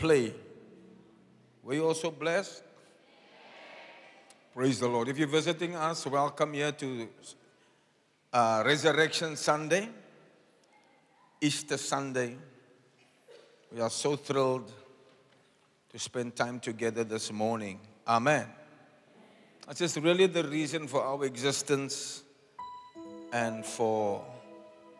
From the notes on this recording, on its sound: Preached on Resurrection Sunday, at Zion Sanctuary, Cape Town on the 9th April 2023